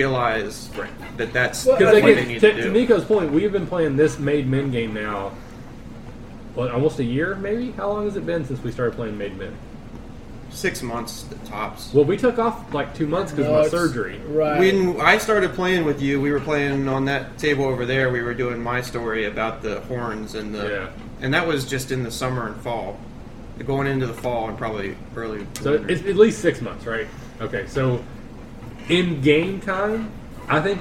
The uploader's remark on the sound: We have moved back to recording my house again and there’s a little background noise to deal with. We’ve actually invested in some higher-end recording equipment.